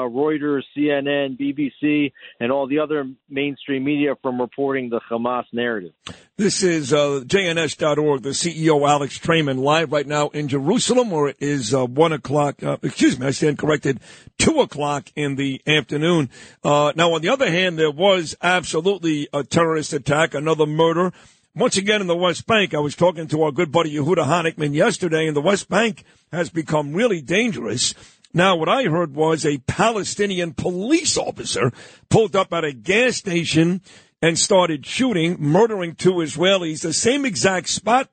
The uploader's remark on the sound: calls in from Jerusalem